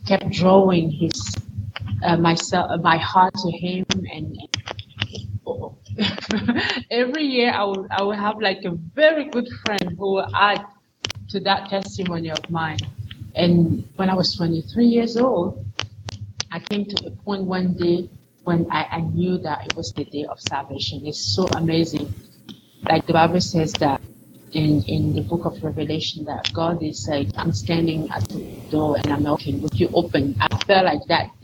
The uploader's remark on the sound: Yes, this week’s audio and video quality is not as high as it sometimes is. It happens, and it’s outside of our control. All the way from Cameroon.